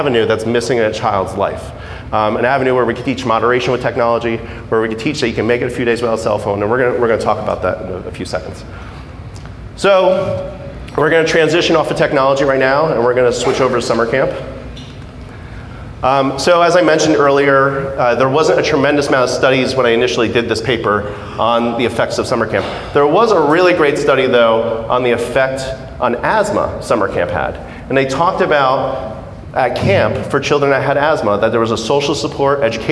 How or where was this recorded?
live audience